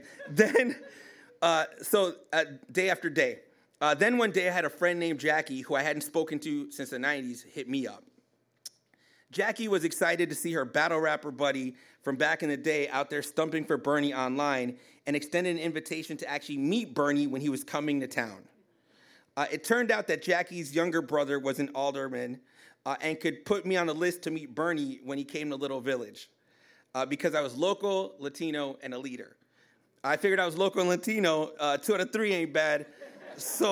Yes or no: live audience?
yes